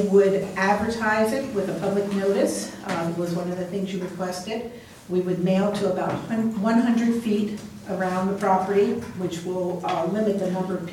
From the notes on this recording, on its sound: Live recording of Astoria City Council Meeting, November 19, 2018.